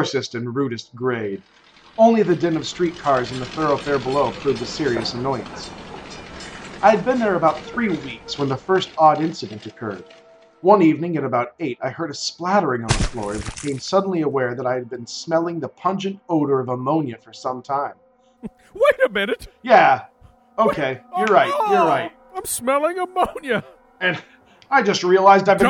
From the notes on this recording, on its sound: Owing to an unexpected trip, the boys cobble together the audio as best they can. Poor quality aside.